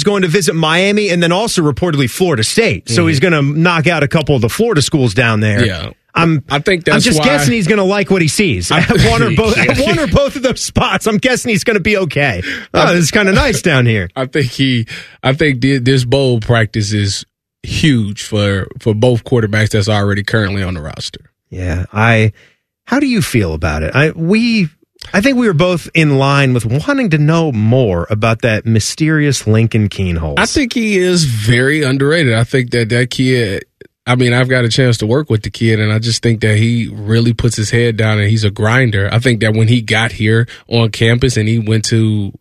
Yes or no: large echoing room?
no